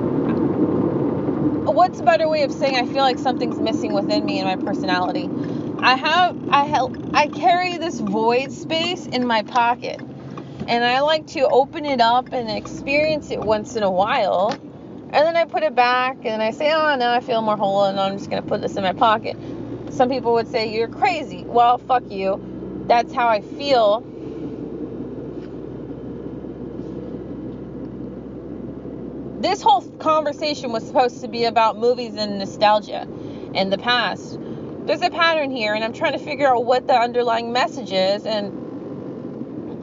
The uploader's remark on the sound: Another segment in the car.